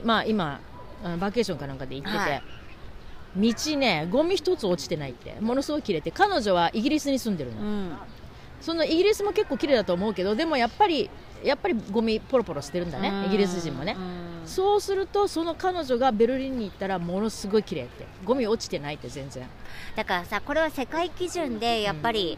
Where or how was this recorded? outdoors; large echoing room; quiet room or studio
outdoors